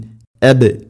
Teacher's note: അബ് ബാഇനെ ഖലഖല ചെയ്യണം, ശരിക്കും കേൾക്കണം